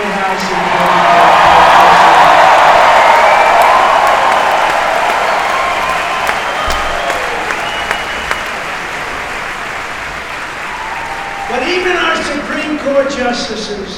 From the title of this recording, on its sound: LIVE FROM CPAC 2022